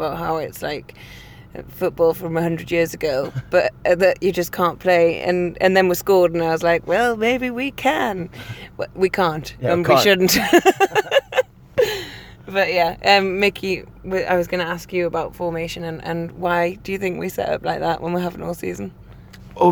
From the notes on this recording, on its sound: driving back from Manchester